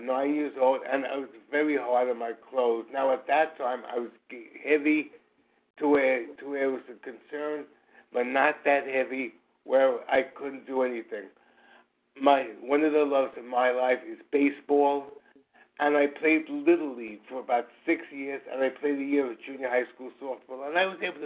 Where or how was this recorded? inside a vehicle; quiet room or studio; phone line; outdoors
phone line